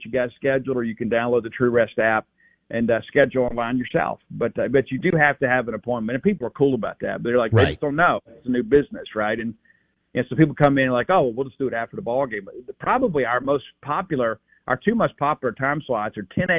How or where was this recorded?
phone line